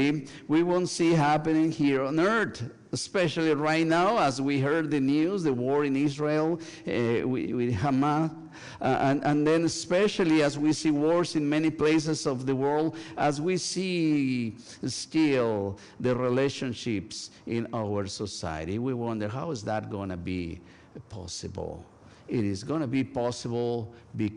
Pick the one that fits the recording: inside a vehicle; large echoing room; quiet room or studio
large echoing room